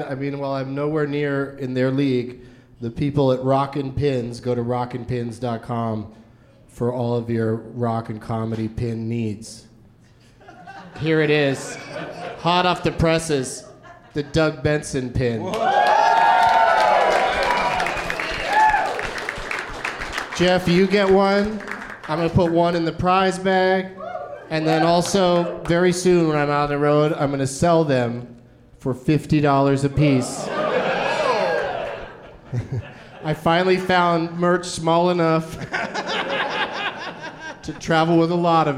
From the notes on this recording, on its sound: Live from the Comedy Cellar at the Rio Hotel in Las Vegas